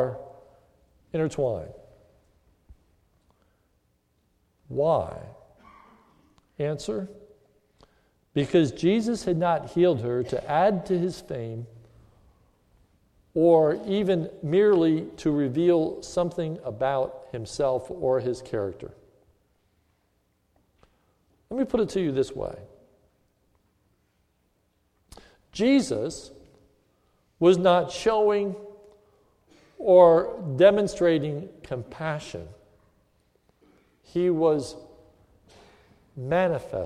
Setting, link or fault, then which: setting, large echoing room